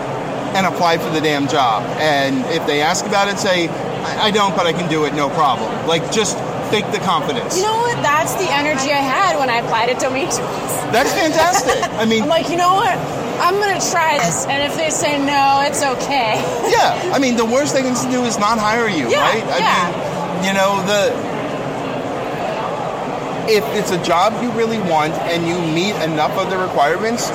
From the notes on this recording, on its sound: We sat down (or rather, stood and leaned against a wall away from noise). Interesting talks at RSA.